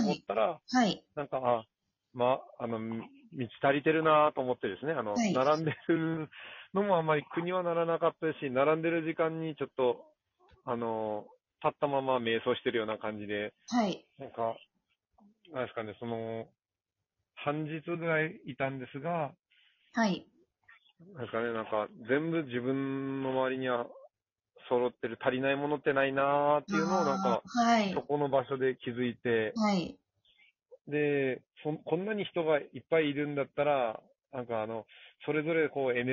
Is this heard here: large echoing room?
no